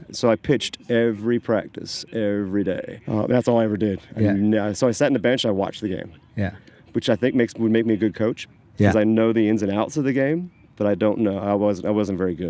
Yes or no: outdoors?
yes